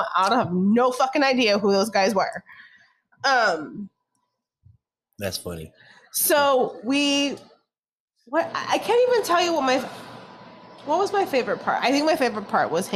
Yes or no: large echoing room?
no